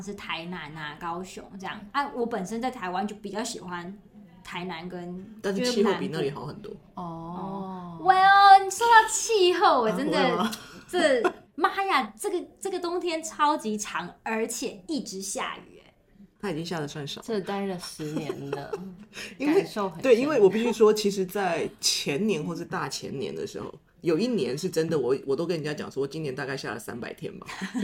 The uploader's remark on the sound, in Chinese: 由於沒有專業錄音室，只能在辦公室找一間隔牆有耳的會議室錄音，因此收聽過程會聽到遠處有窸窸窣窣的人聲，敬請大家見諒！